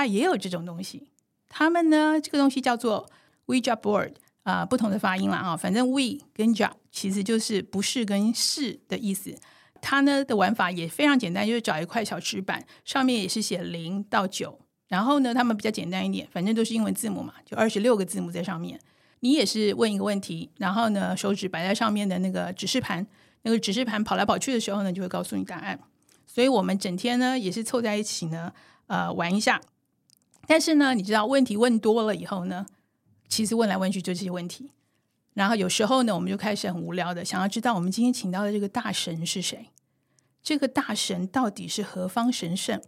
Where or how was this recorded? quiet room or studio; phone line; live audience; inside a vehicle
quiet room or studio